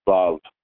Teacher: the letter Vav by the Ashkenazi is pronounced with a V